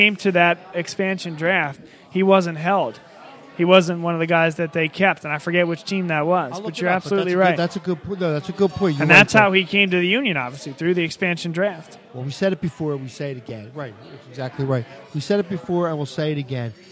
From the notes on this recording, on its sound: live from Villa Capri Pizza in Doylestown, PA